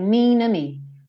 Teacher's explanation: Ele ligou o N do mean no O.